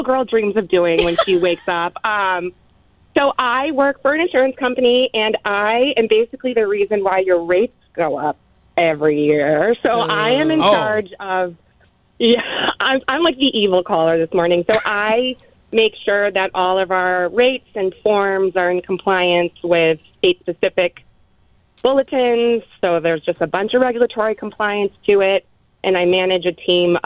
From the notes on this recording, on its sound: People called in anonymously